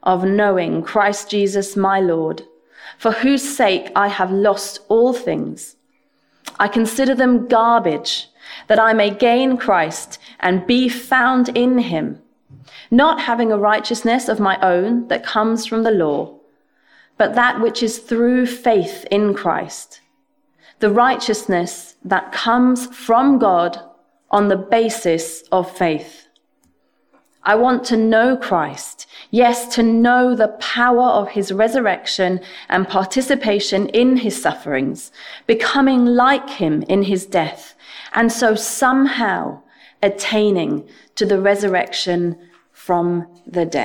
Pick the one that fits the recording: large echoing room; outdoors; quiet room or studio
large echoing room